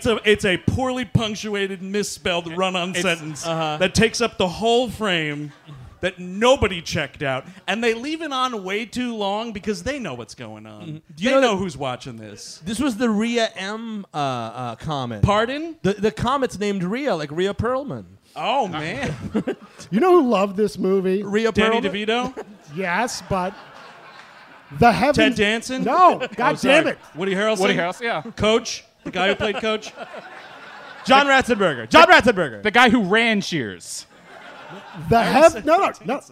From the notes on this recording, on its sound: Live in Austin. Recorded at the North Door in Austin, Texas. The gang is live from Austin.